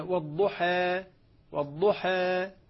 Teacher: التقليل فهو إمالة صغرى أقرب إلى الفتح منها إلى الياء